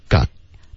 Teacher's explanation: 这个 God 是一个自然停，你要有一个干脆的停顿